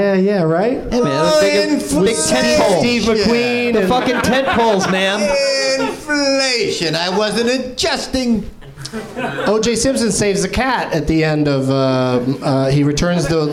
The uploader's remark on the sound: Live from the NerdMelt Showroom in LA.